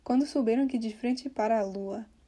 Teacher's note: you don't hear him saying, like, para a lua. It kind of just, you know, merges together. Para a lua.